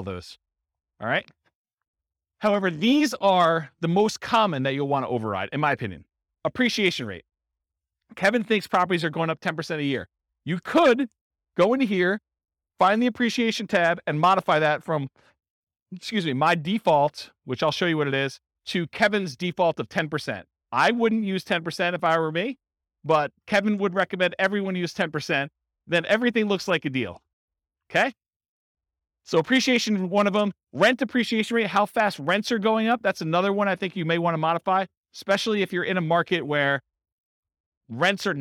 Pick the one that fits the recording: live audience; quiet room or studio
live audience